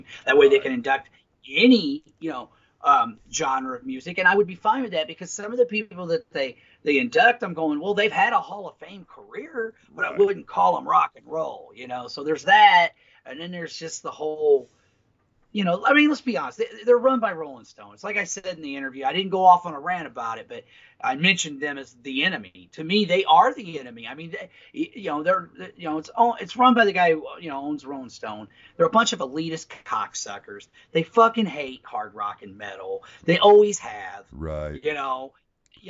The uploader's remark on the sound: They took the time to talk to us while LITERALLY on the road! Meaning, they were driving to Philadelphia, PA, when we conducted this interview!